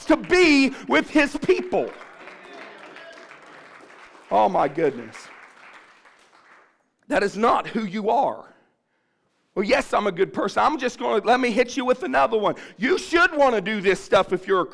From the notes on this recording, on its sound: From the Renovate Life Church of God in McArthur Ohio is preaching this message live on a Sunday morning.